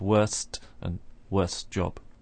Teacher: when we have three consonant sounds in a row, and the one in the middle is T, that T sound will often disappear.